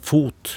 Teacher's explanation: Så har jeg tungespissen mot tennene.